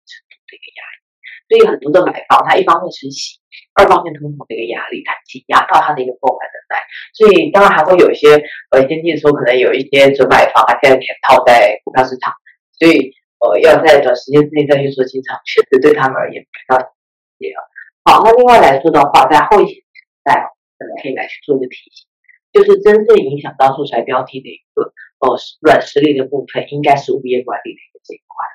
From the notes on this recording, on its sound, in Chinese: 本集的原始檔案音質就不是太好，我們盡力調整了，用耳機聽應該還ok啦！